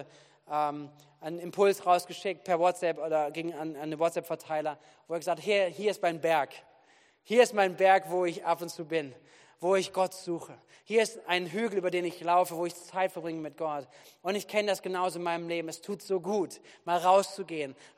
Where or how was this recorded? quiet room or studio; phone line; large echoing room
large echoing room